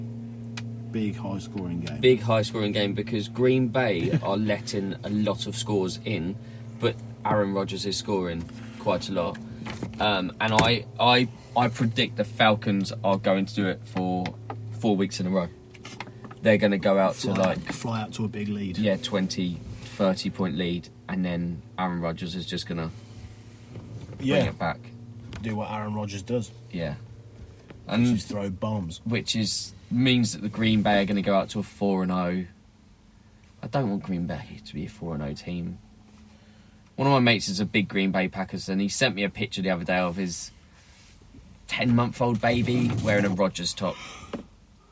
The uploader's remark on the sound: We are back sitting in the van